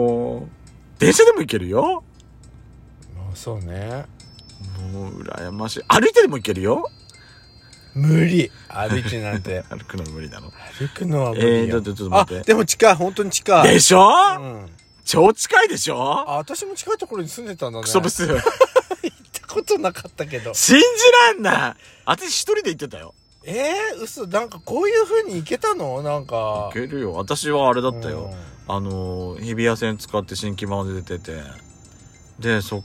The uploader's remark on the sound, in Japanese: パーキング収録